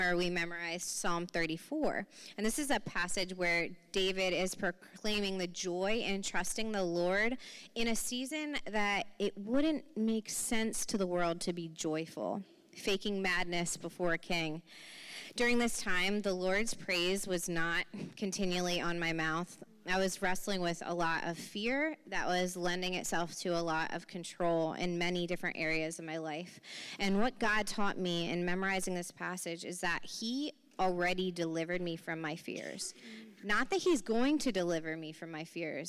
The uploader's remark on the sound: Recording from 11/11/23 Women's Brunch